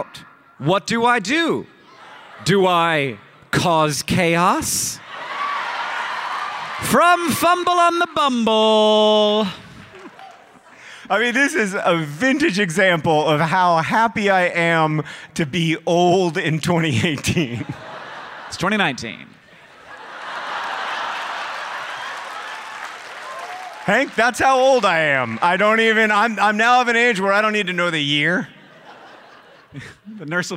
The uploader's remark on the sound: Live at PodCon! This episode was recorded live at PodCon 2 in Seattle, WA.